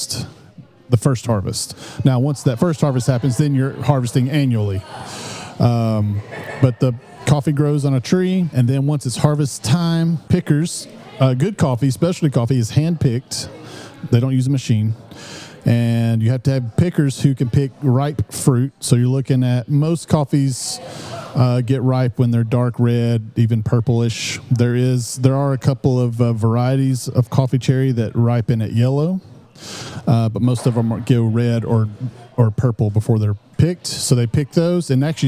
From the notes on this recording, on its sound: In this unique episode we take our podcast to the cafe for a live recording. Both Baba Java employees and long loyal customers step up to the mic and ask their questions about coffee.